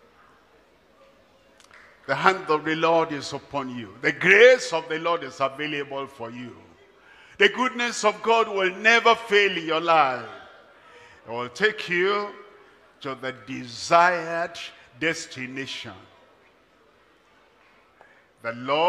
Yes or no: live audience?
yes